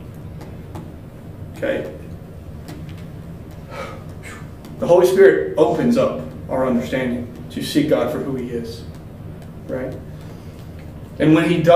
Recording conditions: large echoing room